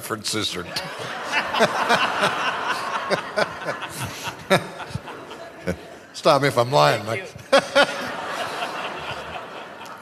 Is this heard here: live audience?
yes